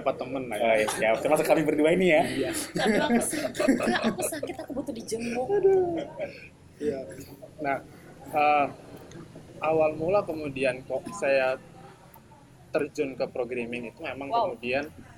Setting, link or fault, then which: setting, outdoors